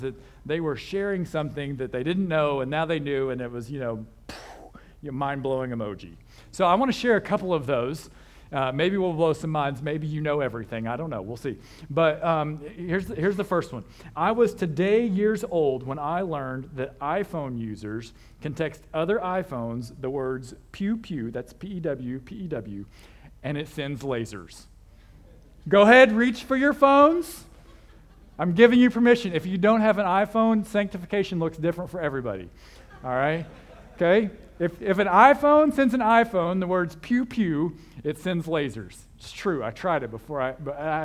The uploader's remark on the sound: This sermon was originally preached at CCC on 9/4/22.